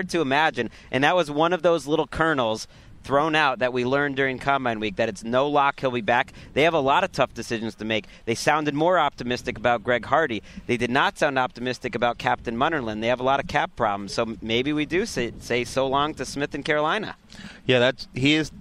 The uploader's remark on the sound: Live from the combine! An arena full of heroes. The heroes check in live from Lucas Oil Stadium.